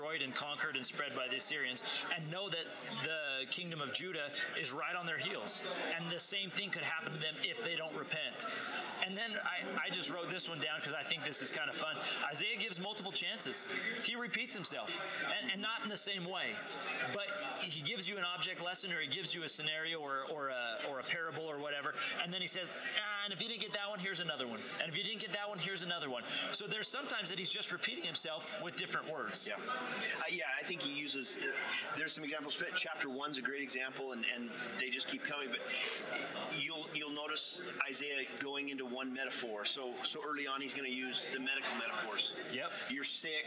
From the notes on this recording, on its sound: I am sorry for the background noise. Somehow, the microphone settings got skewed and captured way too much background sound in the student lounge at the Pocatello Institute.